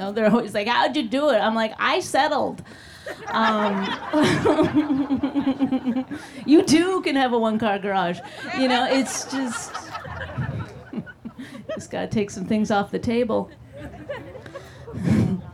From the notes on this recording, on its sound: Supreme Robot Pictures partnered with The Creek and The Cave to put on this live socially-distant event.